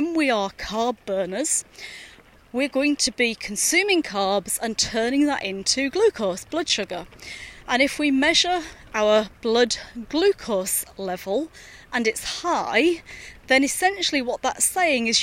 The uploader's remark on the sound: recorded during daily walks